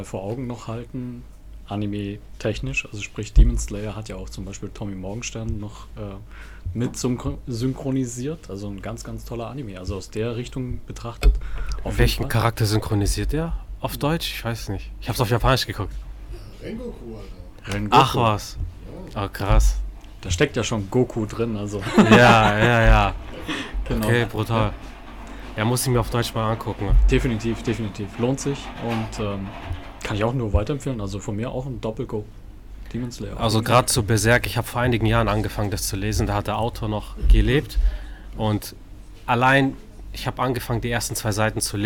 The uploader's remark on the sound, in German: Mangapodcast im Buchhaus Wittwer-Thalia Stuttgart. In der Mangaecke der Buchhandlung Wittwer-Thalia in Stuttgart haben wir diesmal einen #Mangapodcast aufgenommen.